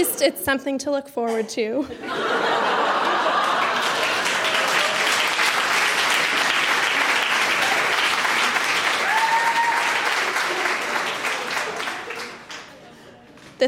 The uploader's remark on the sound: Recorded live at The Walper Hotel in Kitchener.